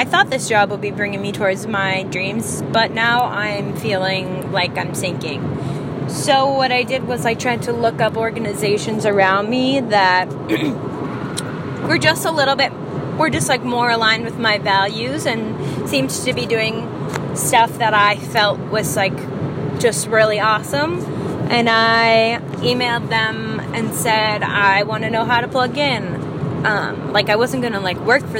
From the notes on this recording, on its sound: I recorded this in the car